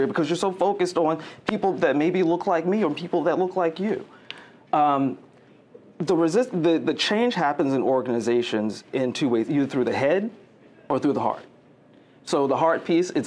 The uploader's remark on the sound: This is the full audio from a panel discussion at the Sustainable Development Impact Meetings 2023 held September 20.